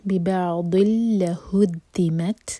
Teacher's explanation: ضاد ہم زبان کی سائڈ سے پڑھتے ہیں، زبان کی ٹپ سے نہیں، اور منہ بھر کے پڑھا جاتا ہے. ببعض لهدمت، تا پر ہم سانس جاری رکھیں گے.